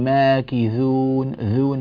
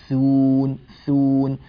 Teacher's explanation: ماكثون، هذا الصوت للثاء صوت صحيح، أحيانا مع التلاوة يضعف الهواء المصاحب للثاء فتطلع الثاء قريبة نسبيا من الذال · Shown in: first take · تنبه لهذا، يعني ماكذون ذون، هذا الصوت غير صحيح، ثون ثون هذا صوت صافي للثاء فتنبه له.